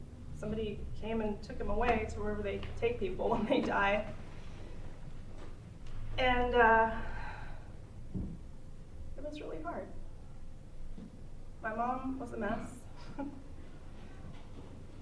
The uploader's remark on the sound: on stage at Hipbone Studios for live storytelling with Portland Story Theater